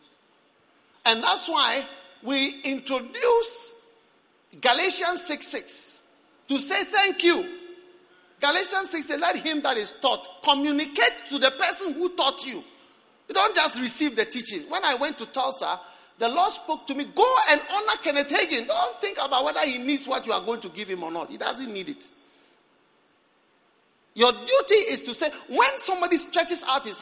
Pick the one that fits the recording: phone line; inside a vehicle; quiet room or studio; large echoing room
large echoing room